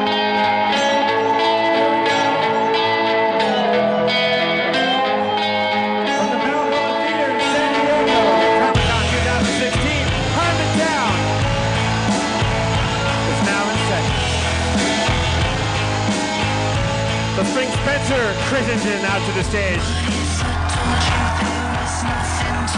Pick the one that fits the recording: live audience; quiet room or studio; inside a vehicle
live audience